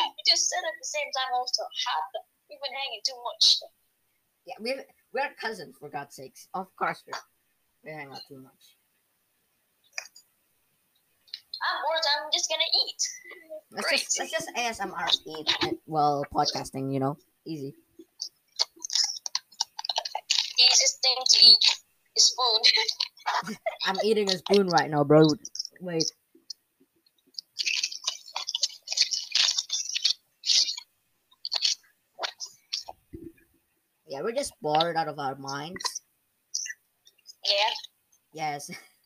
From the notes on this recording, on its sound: sorry for the weird crackling